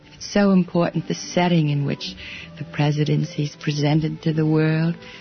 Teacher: The unmistakable, breathy voice of Jackie Kennedy